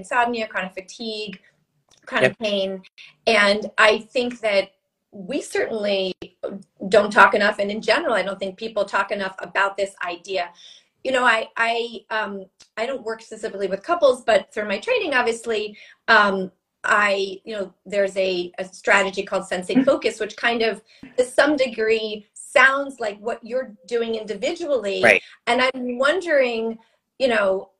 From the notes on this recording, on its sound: Instagram Live which we recorded for this episode